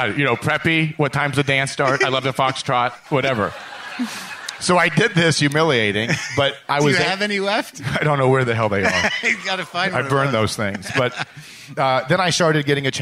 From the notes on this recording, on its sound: Take the stage in front of a live audience in Nashville, Tennessee, as part of The Wild West Comedy Festival.